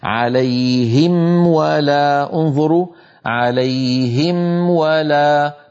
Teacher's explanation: أنهي الميم وأعطيها حقها من الغنة الناقصة لأنها ساكنة مظهرة